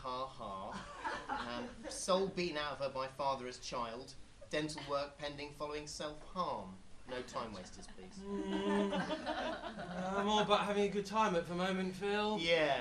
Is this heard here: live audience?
yes